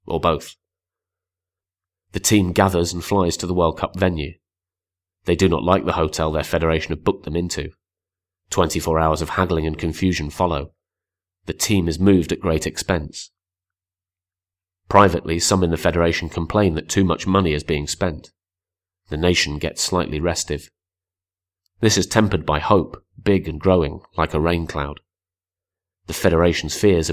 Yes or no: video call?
no